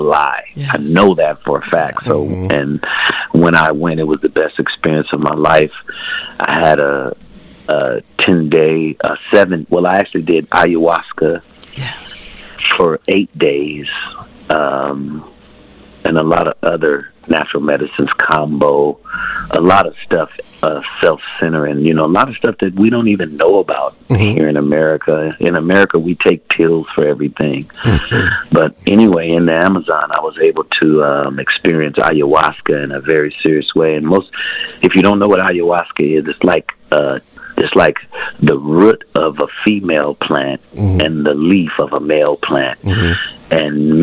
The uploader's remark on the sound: Phone Guest